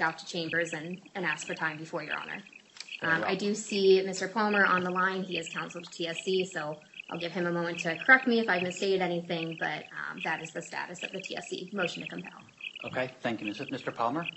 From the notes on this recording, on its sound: Audio of hearing held in the Yellow Corp. bankruptcy proceedings pending in Delaware. Sorry about the sound... The audio recording is the official court audio and was posted this way to the court's docket.